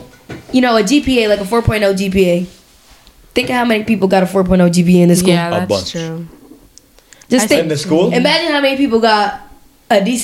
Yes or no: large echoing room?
no